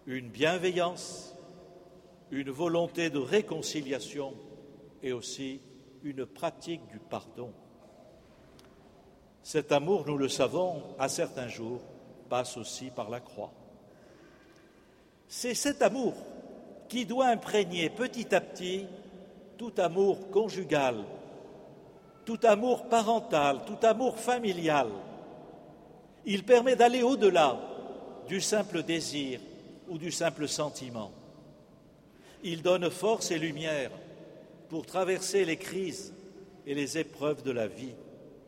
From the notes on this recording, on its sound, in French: Festival des Familles. La messe du 4 octobre 2015, célébrée en la cathédrale Saint-André de Bordeaux.